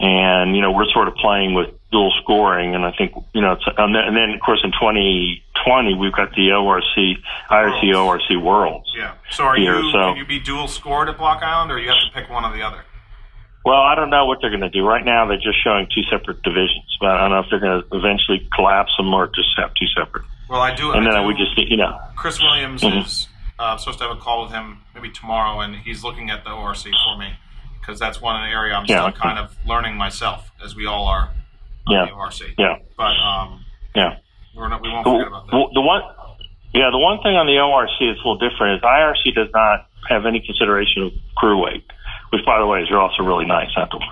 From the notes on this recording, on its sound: chat over the phone